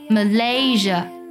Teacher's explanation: 它的第二个音节 LAY 它读作 lay，而且重音呢也在这个上面